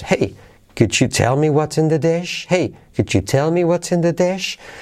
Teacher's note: Hey, could you tell me what's in the dash? Yo aquí acentuaría tell and dash